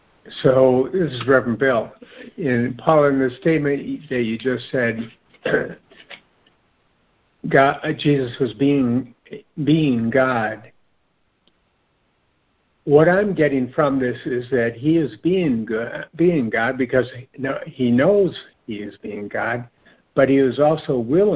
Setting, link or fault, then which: link, phone line